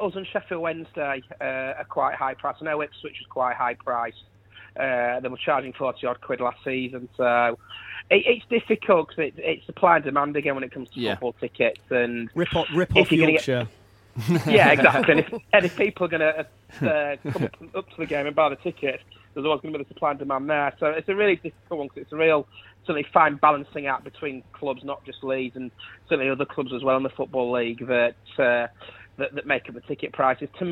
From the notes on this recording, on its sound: Assembled at LoveSport central on Monday evening. We also hear the thoughts of both sets of fans after the final. Joins us on the line.